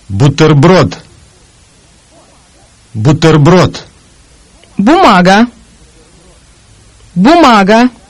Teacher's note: The Russian sound is the voiced partner of the voiceless P. The Russian B sound is pronounced in the same position as the P sound, with the lips brought together, then open to release the vowel sound.